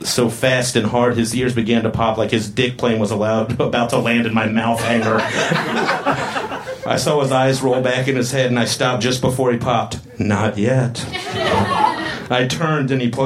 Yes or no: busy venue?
yes